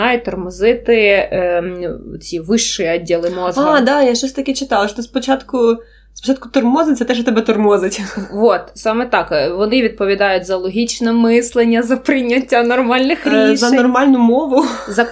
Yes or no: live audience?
no